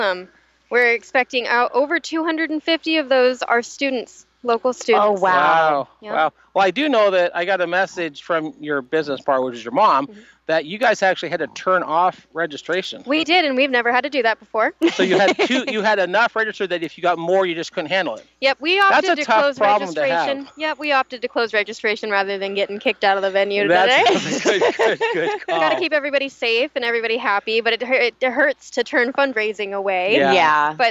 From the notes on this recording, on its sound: LIVE at the Polar Plunge